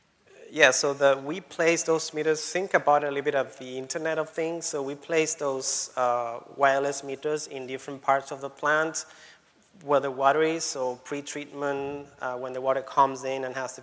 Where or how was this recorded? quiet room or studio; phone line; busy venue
busy venue